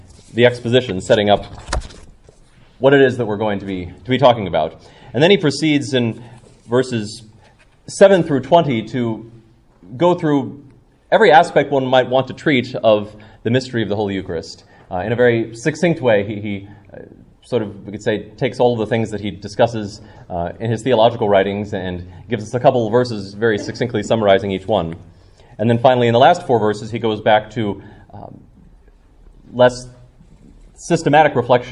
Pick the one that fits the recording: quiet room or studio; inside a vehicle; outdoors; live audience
live audience